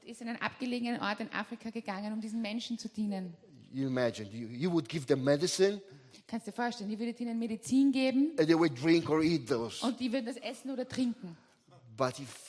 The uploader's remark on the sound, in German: Gottesdienst live aus der LIFE Church Wien.